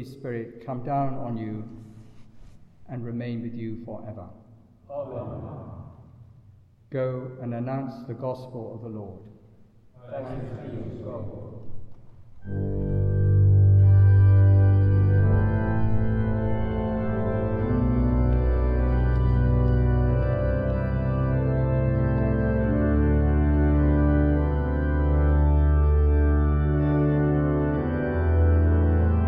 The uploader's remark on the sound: Recorded in the Blessed Sacrament Chapel at Buckfast Abbey on 1 November 2023.